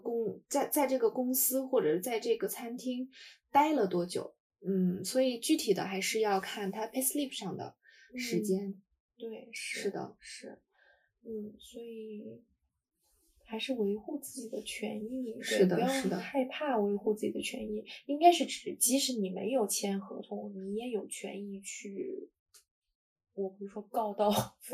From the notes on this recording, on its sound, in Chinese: 下次录制我们会尽力给大家带来质量更好的音质的。由于我俩不熟悉设备导致没有发挥出话筒最好的性能，结果还是iPad录音拯救了这期。